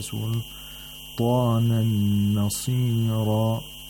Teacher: So what happens is that idgham of noon sakna into noon takes place, and the noon becomes mushaddad, and a ghunna has to be applied for two vowel counts as well.